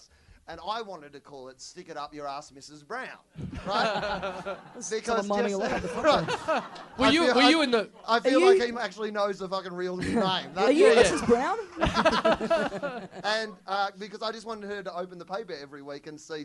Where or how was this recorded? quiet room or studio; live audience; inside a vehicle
live audience